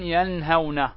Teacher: والغنة فيها قليلة لا تكاد تذكر، لا تكاد ماذا تذكر، فهذا هو الإظهار.